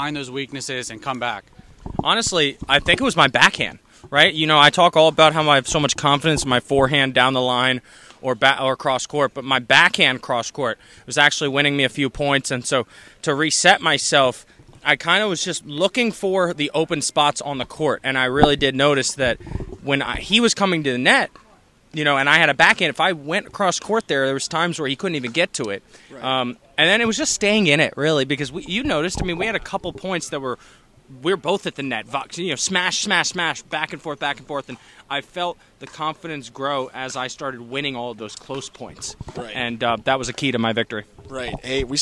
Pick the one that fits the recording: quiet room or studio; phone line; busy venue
busy venue